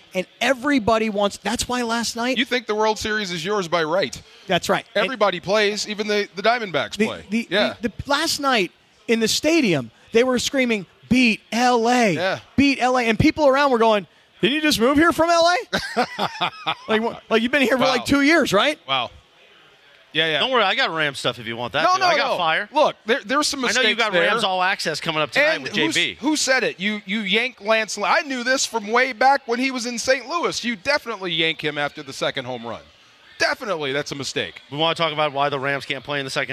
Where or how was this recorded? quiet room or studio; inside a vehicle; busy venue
busy venue